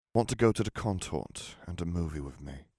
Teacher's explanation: I get very close to the microphone and talk very sort of low and breathy like this, in an RP accent. · Term: my Tom Riddle voice